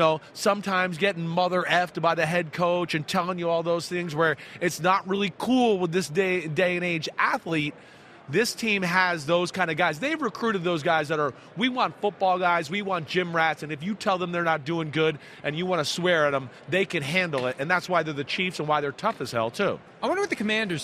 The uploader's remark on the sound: live from Mandalay Bay